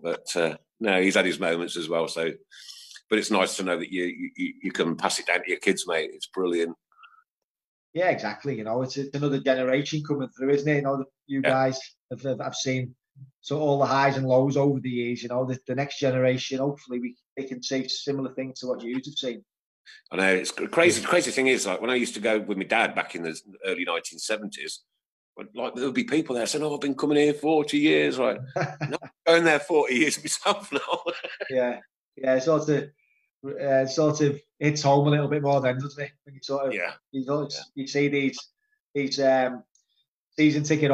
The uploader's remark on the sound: episode recorded on Zoom